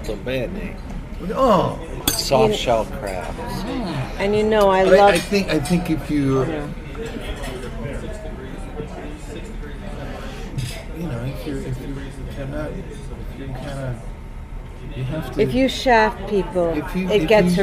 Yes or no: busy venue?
yes